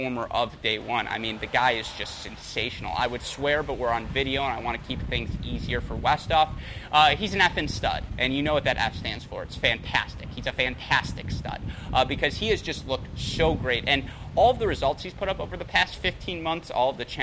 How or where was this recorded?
busy venue